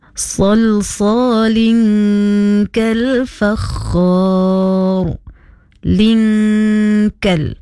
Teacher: nun mati bertemu huruf kaf, hukumnya ikhfa. Jadi hendaklah dibaca dengan dengung.